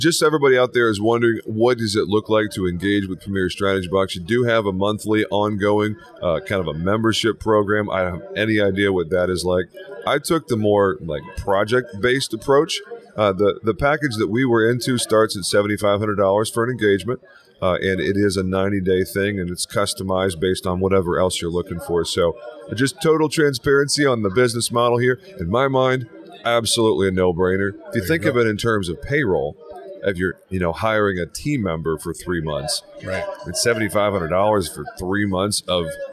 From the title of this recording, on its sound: Live from the Better Conference